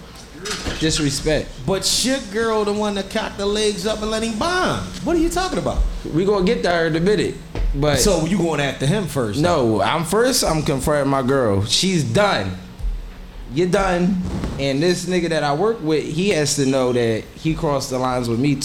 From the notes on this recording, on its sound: Live from Krush Lounge!